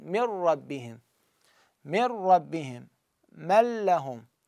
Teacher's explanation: نون ساكنة مع لام تحركة، فهذه النون أدغمت مع اللام، هذا ما عليه أي اختلاف، النون تحذف واللام تشدد فهو إدغام كامل.